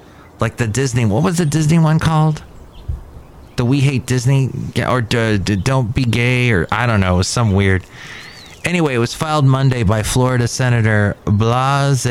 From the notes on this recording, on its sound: podcasts live from Cafe Anyway